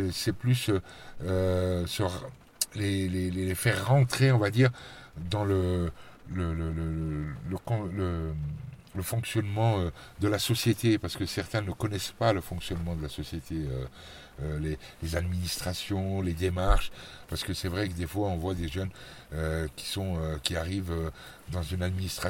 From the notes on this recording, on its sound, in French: depuis une voiture garée devant la Maison de la Culture sous une pluie battante